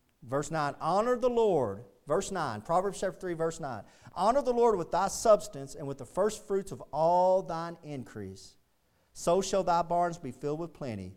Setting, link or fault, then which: setting, large echoing room